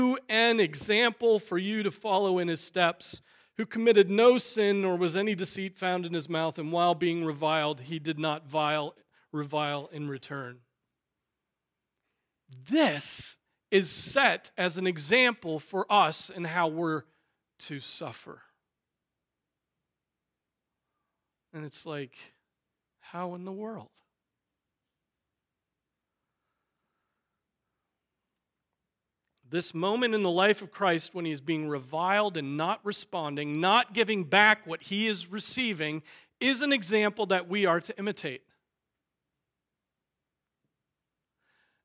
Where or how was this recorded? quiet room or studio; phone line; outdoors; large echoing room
large echoing room